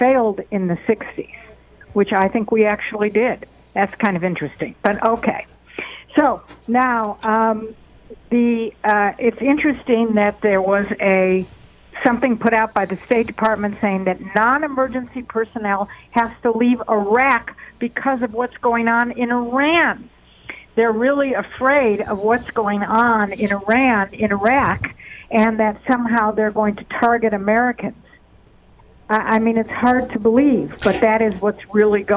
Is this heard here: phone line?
yes